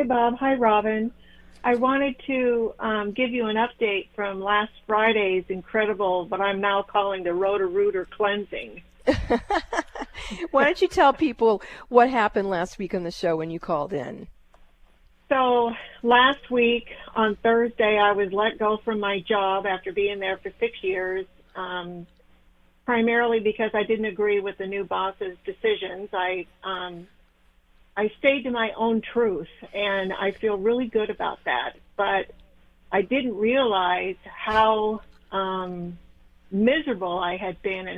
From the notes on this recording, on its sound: Best of Call-In Show Day!